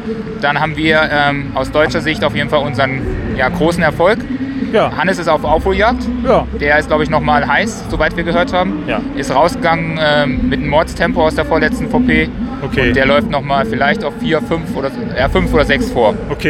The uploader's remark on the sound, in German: Endlich ist der Tag gekommen und der UTMB steht an. Wir haben rund um das Event Stimmen aufgenommen und euch die Atmosphäre eingefangen.